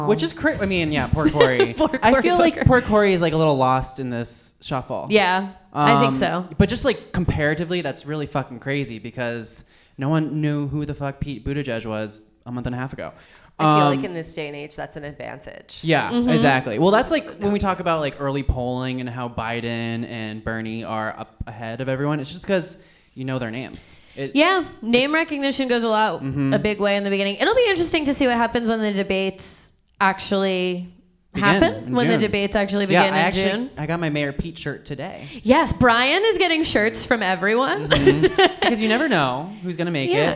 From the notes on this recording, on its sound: grace the stage of The Pit Loft in New York City to bring you their first ever live show